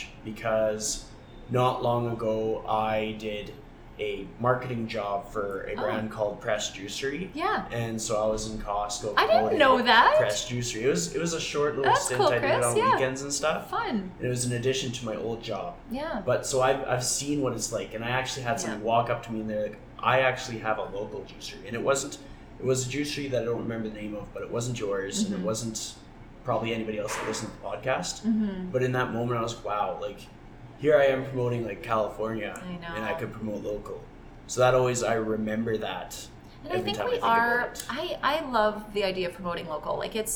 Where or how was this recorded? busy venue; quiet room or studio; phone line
busy venue